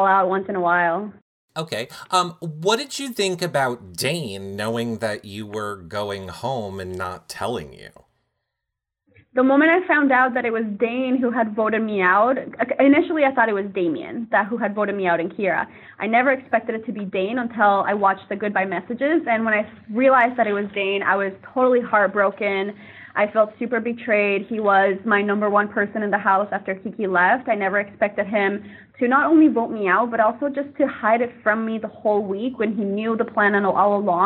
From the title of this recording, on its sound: Phone Interview